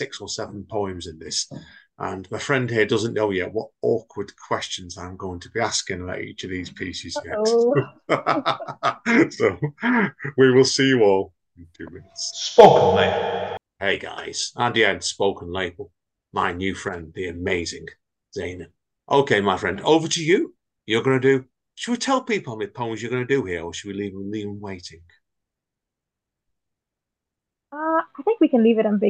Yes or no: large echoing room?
no